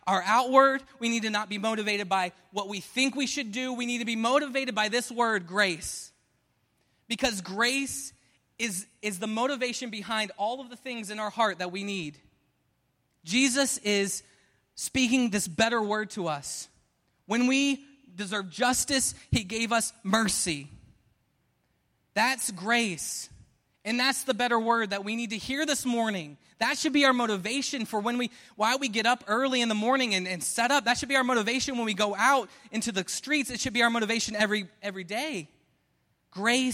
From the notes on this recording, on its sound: Preached at Restoration Road Church on July 2, 2017